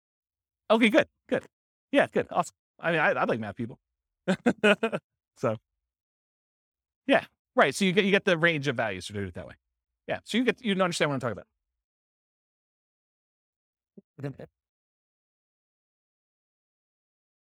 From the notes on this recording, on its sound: This was a live class recorded.